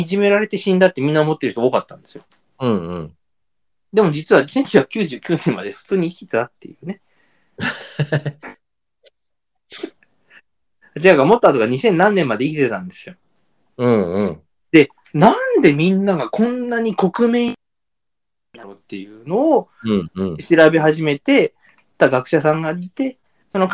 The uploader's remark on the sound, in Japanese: 因みに今週は、機材トラブルによりかなり音声が途切れます！申し訳ございません。